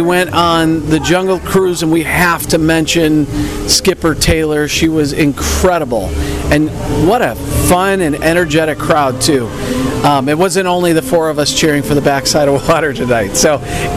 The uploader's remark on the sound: We're "live" from the parks. Live From Walt Disney World 2022. We're checking in from Moonlight Magic in Disney's Hollywood Studios, Adventureland in The Magic Kingdom and Guardians of the Galaxy from EPCOT.